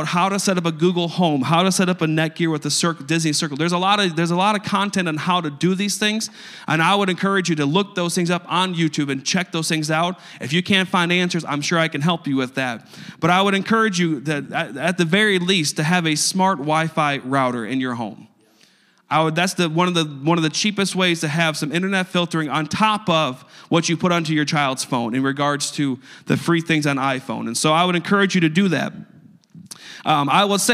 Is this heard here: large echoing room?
yes